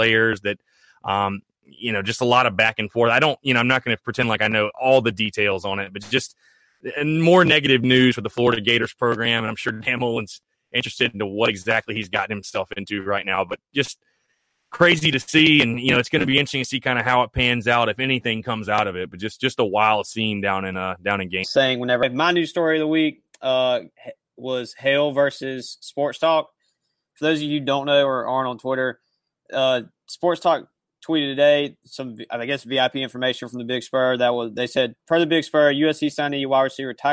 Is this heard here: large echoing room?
no